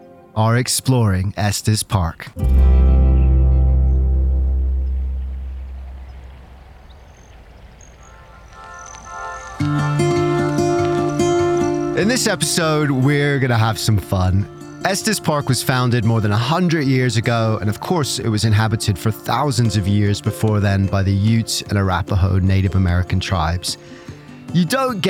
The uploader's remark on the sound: On Location in Rocky Mountain National Park